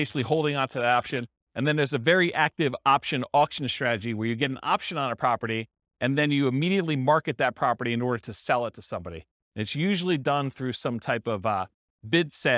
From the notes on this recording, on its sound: This was a live class recorded